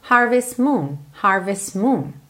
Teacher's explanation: Percebe como a gente não pronuncia o T